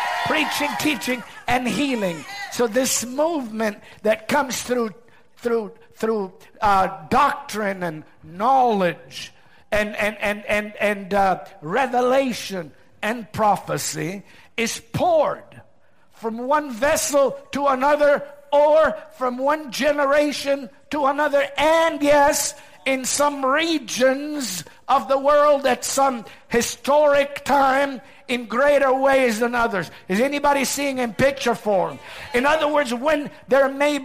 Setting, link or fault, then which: setting, large echoing room